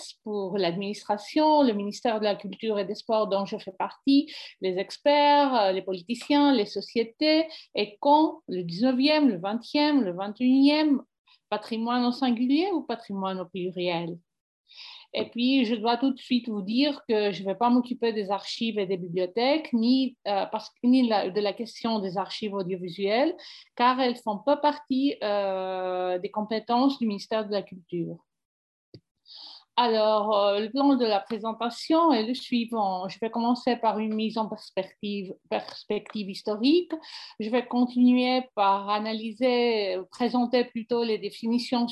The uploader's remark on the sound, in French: Séance enregistrée sur Zoom